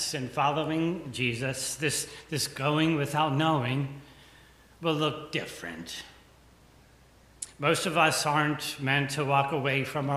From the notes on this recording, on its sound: The conversation is followed by the prayers, music, and sermon from Sunday's livestream service. Recorded live each week at First Pres in beautiful historic downtown New Bern, North Carolina. First Presbyterian Church, New Bern, North Carolina.